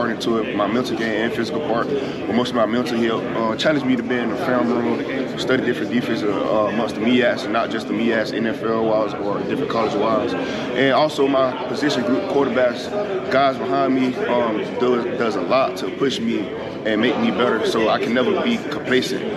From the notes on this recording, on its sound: The Bluebloods are live from MEAC Media Day in Norfolk, VA.